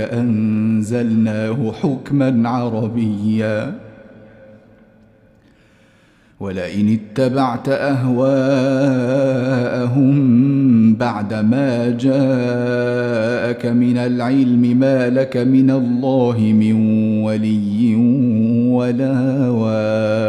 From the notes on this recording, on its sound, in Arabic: مسجل من صلاة التراويح بمسجد السلام بحي مشرفة بجدة.